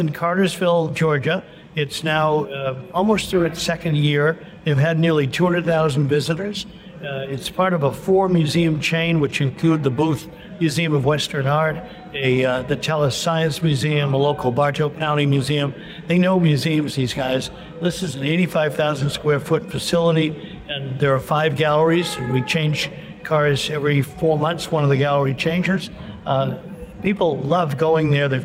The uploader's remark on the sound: On the Road at the Chattanooga Motorcar Festival.